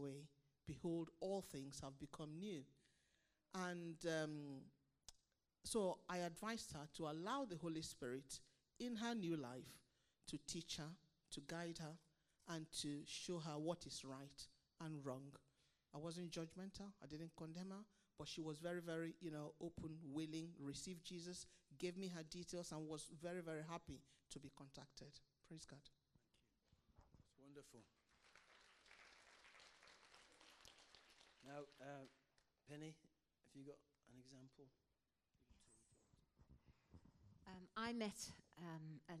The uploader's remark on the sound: Passion of the Caves (quiet audio). Note - audio levels are quiet.